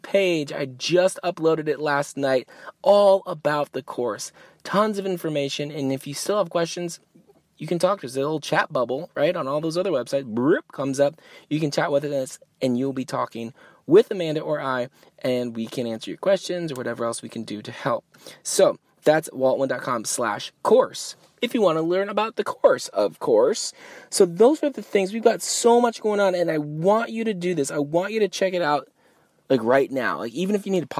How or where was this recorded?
inside a vehicle